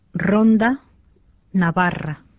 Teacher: R:llä on kaksi erilaista ääntämistapaa. Se on voimakkaan monitäryinen sanan alussa sekä silloin, kun kirjoitetaan kaksois R.